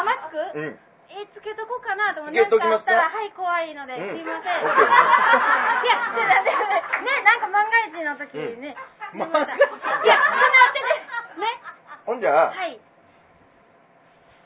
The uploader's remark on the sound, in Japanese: ツギハギ荘にて開催された。公開収録分。